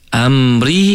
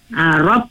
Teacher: Kita kena kejap lah bacaan dia macam tebal lah rob tu, ro tu. Amri kena baca nipis. Ri ni nipis sebab dia ro ni kasroh. Rob ni kena baca tebal.